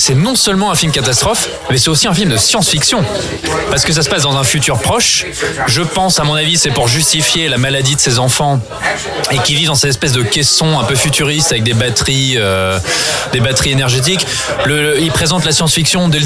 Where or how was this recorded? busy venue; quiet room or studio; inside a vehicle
busy venue